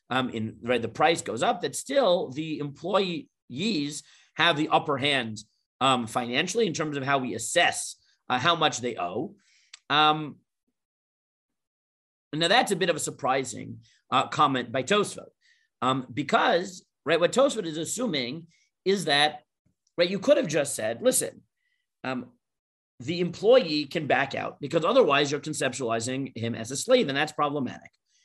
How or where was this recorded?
video call